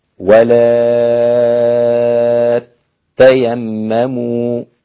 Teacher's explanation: فإنك تشدد التاء مع المد بالإشباع، يبقى عندي مد، سبب المد ده التاء المشددة، هتبقى النطق ولا تيمموا هكذا، ولا تيمموا. · Term: بتشديد التاء